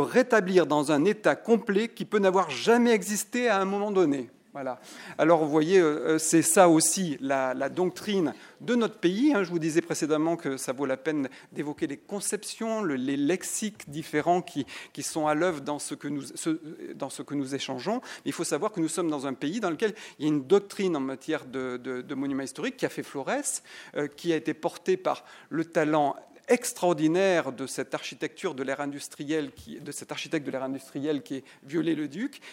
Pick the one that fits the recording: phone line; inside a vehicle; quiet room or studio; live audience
live audience